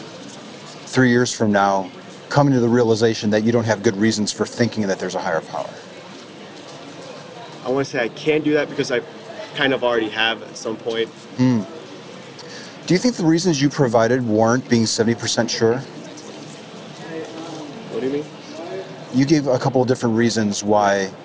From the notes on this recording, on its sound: Location: San Antonio, Texas. Recorded w/Go-Pro. Edited w/PowerDirector.